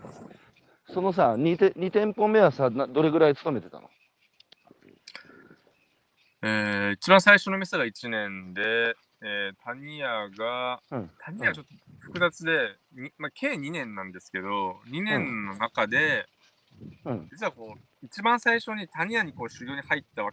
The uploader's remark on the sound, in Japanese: 歩きながら1時間、対談する。